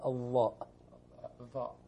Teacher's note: بطرف اللسان بكل اللسان لكن الصوت يخرج من الطرف الضاء يعني يرتفع اللسان كله إلى أعلى يسموه حرف الإطباق وحرف استعلاء يستعلي اللسان وينطبق اللسان على الحنك الأعلى أو سقف الفم